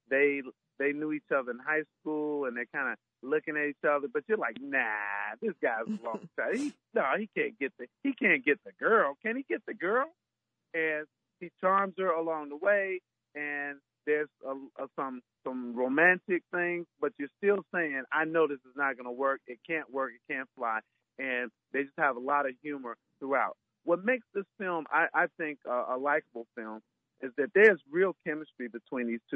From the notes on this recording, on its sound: joined us on the phone